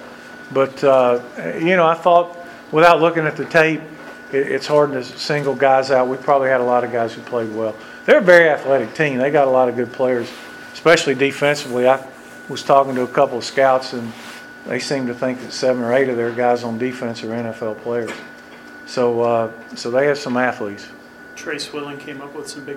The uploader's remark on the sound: Press Conference (Miami)